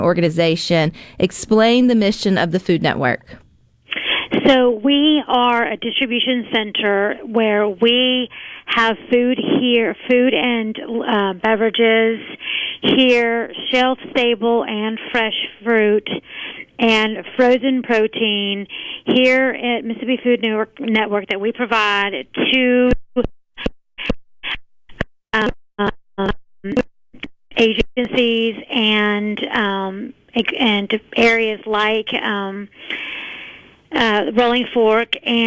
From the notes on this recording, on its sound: joins the conversation by phone